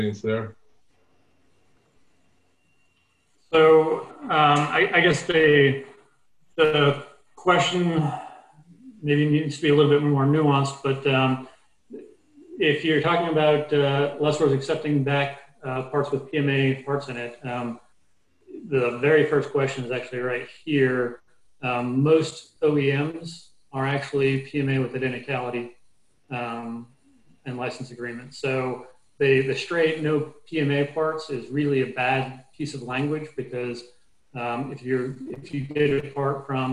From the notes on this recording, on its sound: APTN Zoom Call.